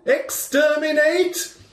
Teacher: in the Daleks from Doctor Who, when they get going, they sit on a very high pitch